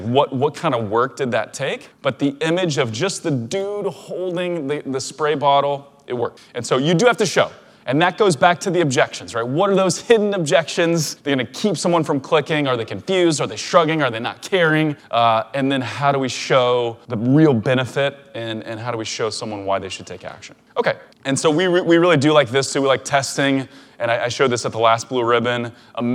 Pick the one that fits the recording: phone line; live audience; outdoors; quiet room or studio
live audience